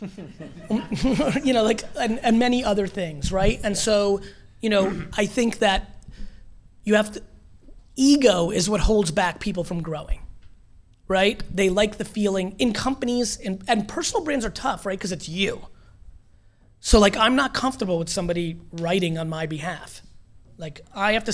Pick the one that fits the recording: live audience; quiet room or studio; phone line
live audience